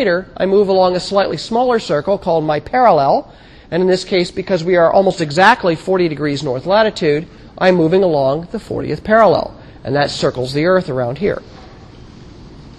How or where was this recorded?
large echoing room